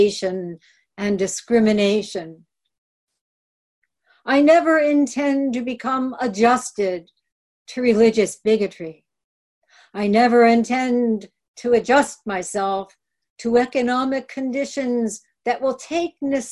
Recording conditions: video call